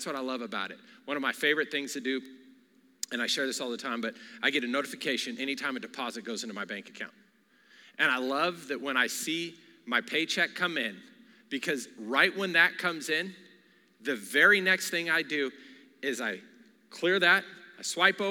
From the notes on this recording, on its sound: Recorded live during our Wednesday night service